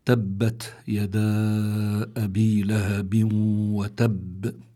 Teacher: في كلمة تبت في عنا تاء ساكنة بيكون فيها همس